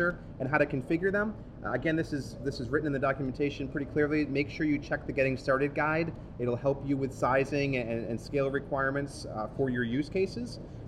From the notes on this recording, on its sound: Recorded on 12 October 2015 at VMworld Europe